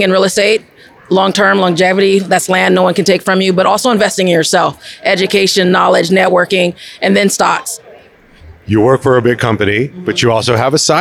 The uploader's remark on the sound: Live from Invest Fest 2023. The Express is live and direct from Invest Fest 2023, the flagship event from Earn Your Leisure, as 20,000 attendees flock to Atlanta.